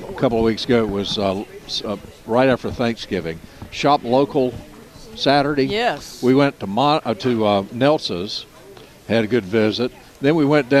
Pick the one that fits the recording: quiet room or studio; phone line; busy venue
busy venue